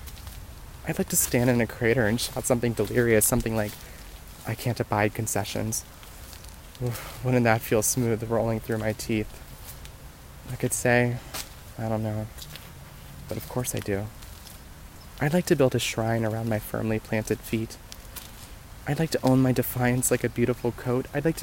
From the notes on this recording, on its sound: Voice Memo. Recorded this on a rainy walk. Can you hear the hills?